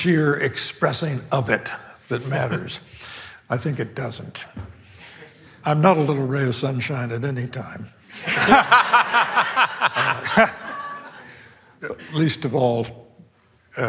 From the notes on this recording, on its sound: This program was recorded live on February 9, 2024.